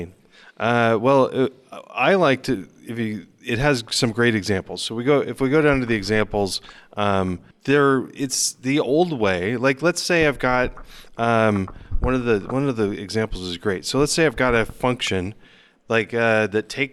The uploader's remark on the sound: Live From PyCon